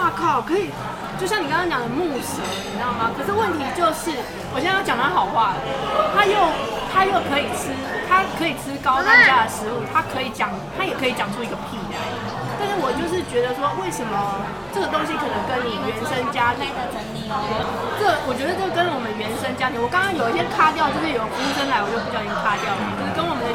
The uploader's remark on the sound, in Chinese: 現場有一點吵還請見諒喔!